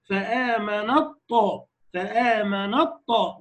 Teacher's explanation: التاء في الطاء كتير في القرآن، فآمن الطاء، حتى بطلع بالطاء بالاطباق بتاعها والتفخيم كده، فيش تاء خالص